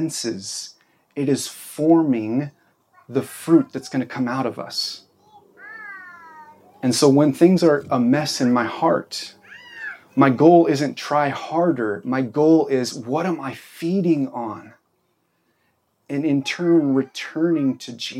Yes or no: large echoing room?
yes